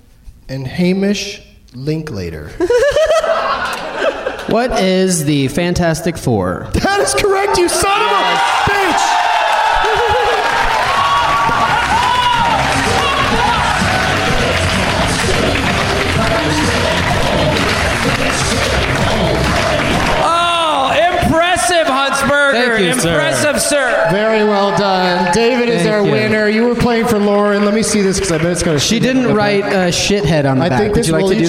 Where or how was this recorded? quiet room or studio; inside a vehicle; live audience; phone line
live audience